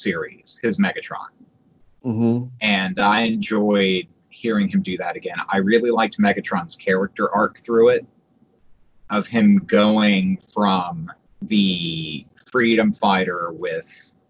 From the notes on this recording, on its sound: Then his landline phone rings. Apologies for the sound. My mic cuts out a lot.